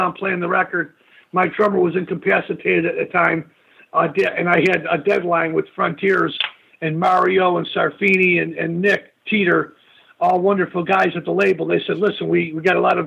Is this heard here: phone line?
yes